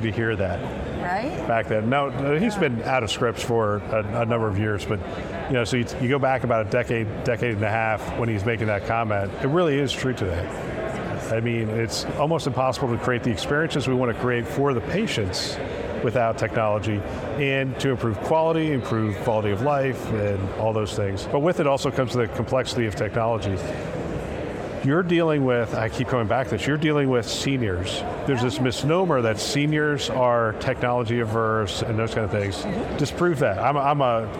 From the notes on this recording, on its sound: an Interview in Action live from CHIME